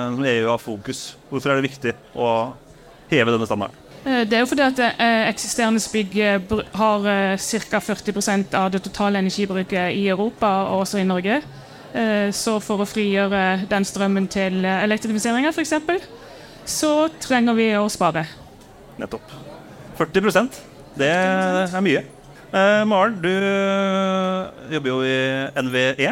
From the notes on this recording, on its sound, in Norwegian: Vi tok praten live fra Arendalsuka